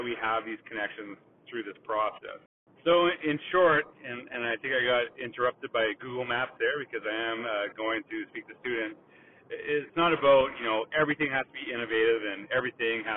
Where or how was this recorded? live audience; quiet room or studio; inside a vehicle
inside a vehicle